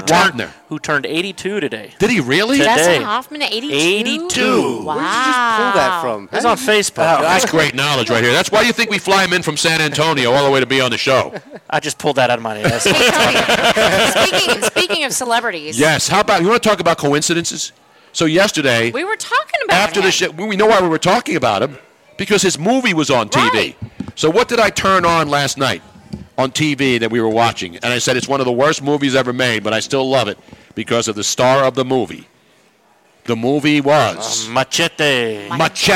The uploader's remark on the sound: Live from the Triumph Brewery. We were LIVE in New Hope PA at the Triumph Brewery for the Chiefs #StanleyCup celebration!